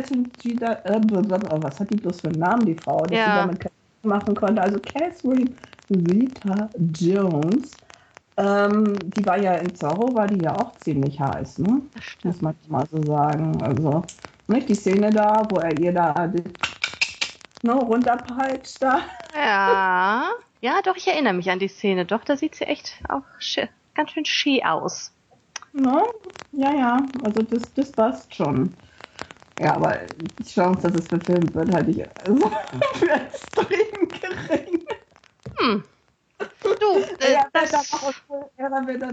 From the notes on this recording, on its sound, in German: Entschuldigt bitte, dass die Tonqualität leider nicht auf unserem üblichen Niveau ist, da das Interview via Skype geführt und aufgenommen wurde.